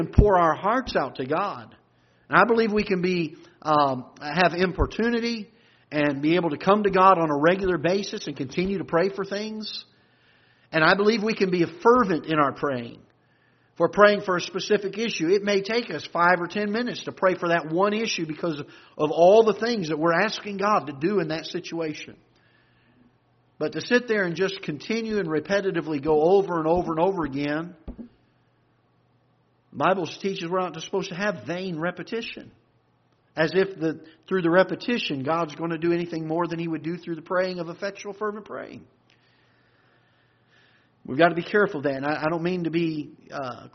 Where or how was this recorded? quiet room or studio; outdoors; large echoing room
large echoing room